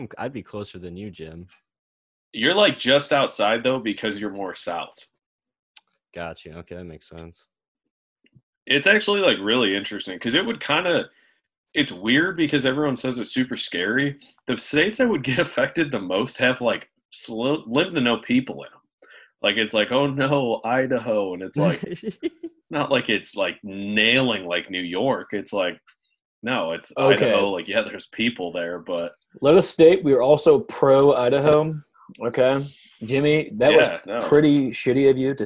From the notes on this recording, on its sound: Podcast recorded virtually via Zoom to practice social distancing.